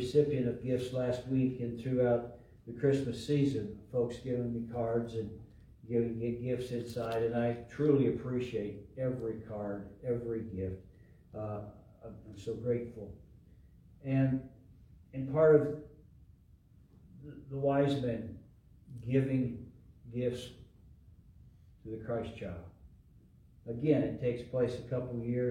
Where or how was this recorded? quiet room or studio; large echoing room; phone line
large echoing room